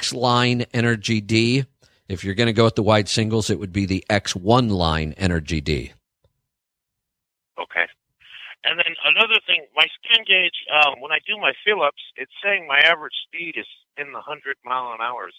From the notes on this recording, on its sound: We'll be taking your calls and answering your questions